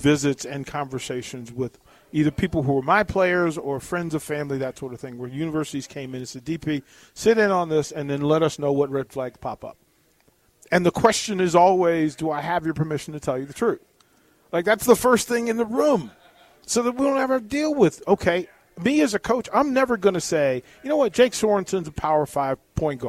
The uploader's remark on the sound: Live from Tanner's